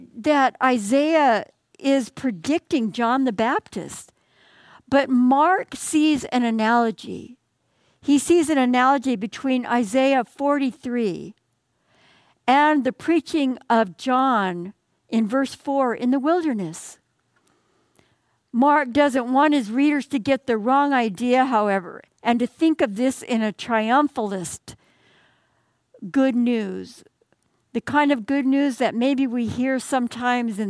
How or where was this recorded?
large echoing room